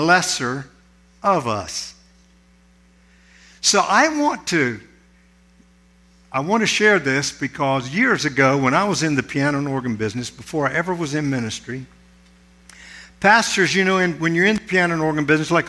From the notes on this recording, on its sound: This sermon was recorded at Family Worship Center in Florence, SC on Sunday, August 13, 2023